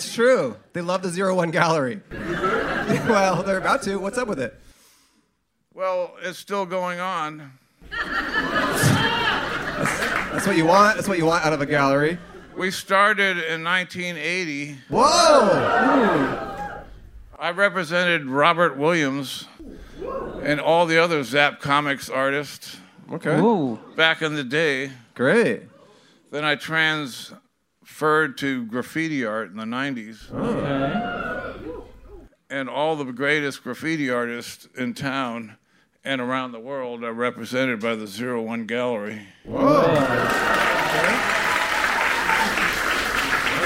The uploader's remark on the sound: Podcast But Outside But Inside LIVE! Our intern wandered the streets around the venue to bring in random guests. At Dynasty Typewriter at The Hayworth Theater in Los Angeles!